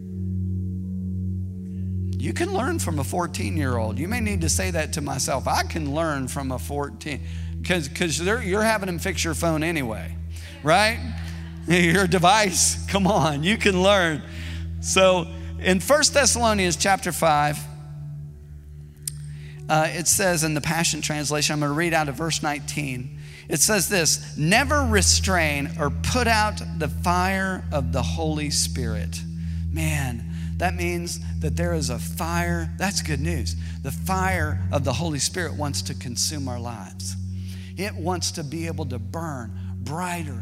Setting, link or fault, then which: setting, large echoing room